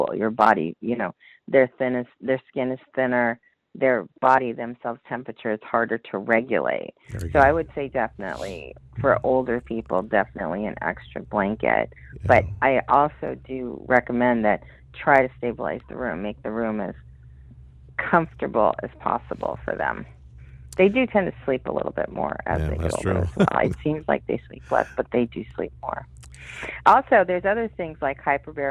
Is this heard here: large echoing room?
no